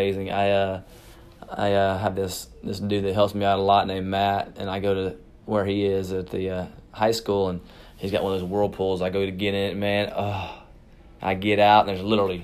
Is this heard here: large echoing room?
no